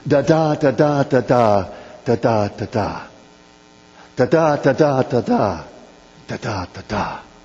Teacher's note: the kina meter, which is used in laments and dirges in Scripture, which is a sort of a 3-2 meter